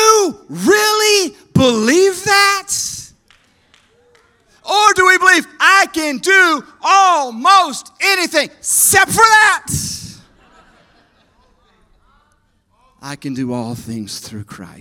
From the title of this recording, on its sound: EQUIP Conference 2022 – Main Session 1